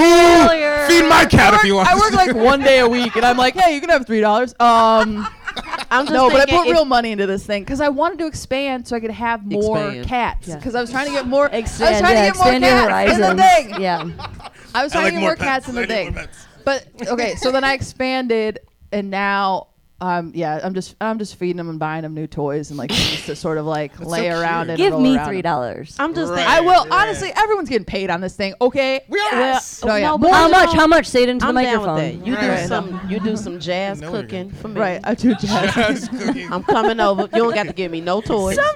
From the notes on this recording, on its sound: Failure Live at the Lincoln Lodge. The first-ever LIVE AUDIENCE episode. Faces hurt from laughing so hard.